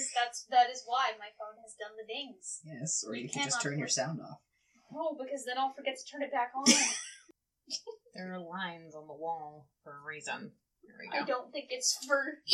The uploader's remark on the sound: In which the audio quality varies wildly.